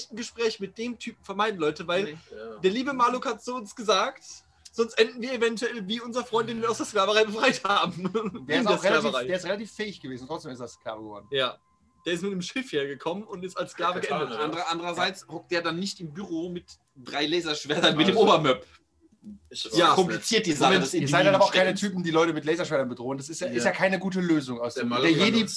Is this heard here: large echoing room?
no